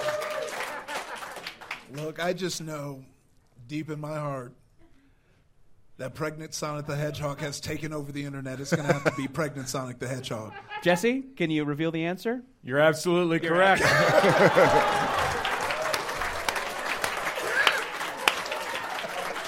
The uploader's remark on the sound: Live from MaxFunCon 2022 in Lake Arrowhead